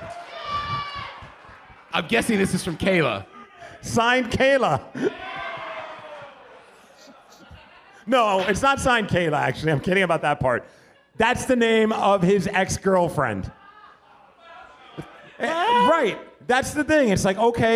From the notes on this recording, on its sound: The podcast we did in front of a live audience during Live Day (recorded during the halftime party at Emerald Queen Casino). What happens when two men take a microphone and try and entertain a room full of drunk people.